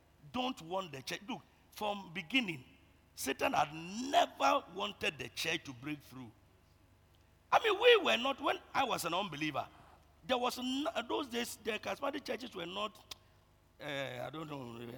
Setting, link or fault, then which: setting, large echoing room